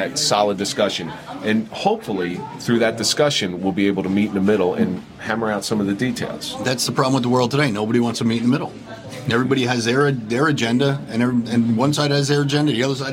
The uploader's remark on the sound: Live at the Grande Saloon. We are airing the party at Grande Saloon in Clifton NJ where we were able to talk to many former guests.